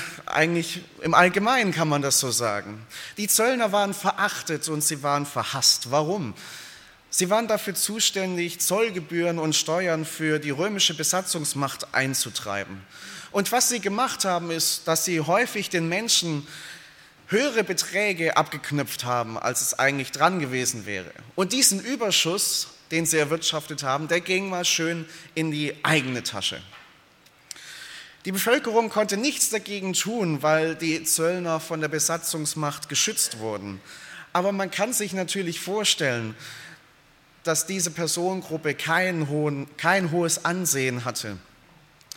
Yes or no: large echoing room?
yes